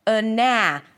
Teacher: So the first syllable is super short, unstressed, quick, neutral. The second syllable is long, loud, higher in pitch.